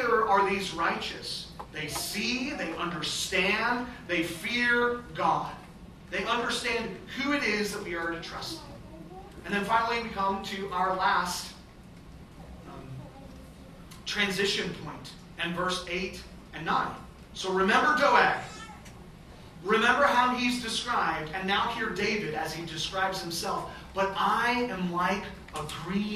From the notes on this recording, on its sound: Our recording software malfunctioned at the last second, so we had to record with a different device. Unfortunately, the audio is now poor quality for this episode.